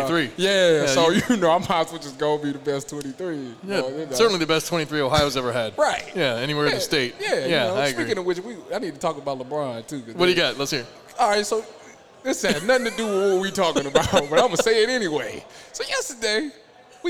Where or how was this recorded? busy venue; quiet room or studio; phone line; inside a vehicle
busy venue